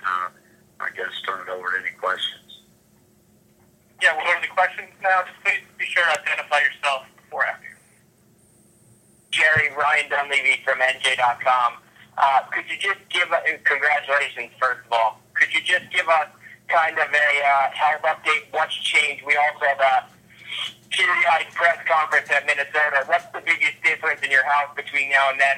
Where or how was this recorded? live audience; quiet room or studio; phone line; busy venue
phone line